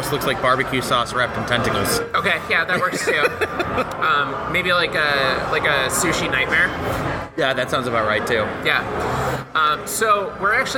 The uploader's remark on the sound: Lake Monster Brewing , in Saint Paul, MN. We'll have tastings of several brews recorded at Lake Monster.